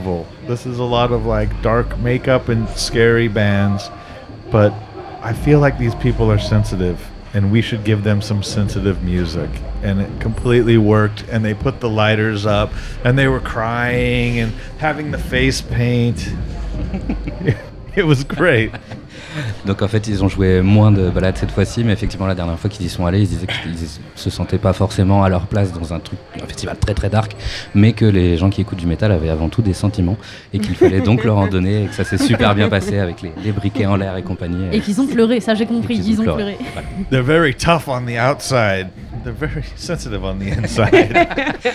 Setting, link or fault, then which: setting, busy venue